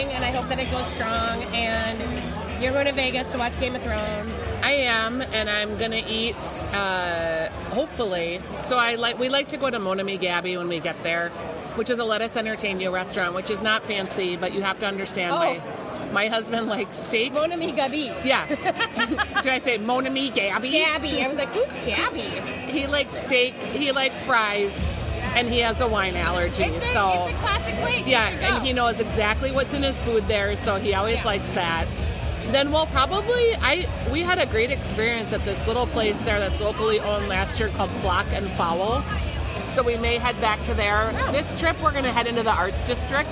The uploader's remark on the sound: The ladies hang out at Surly Brewing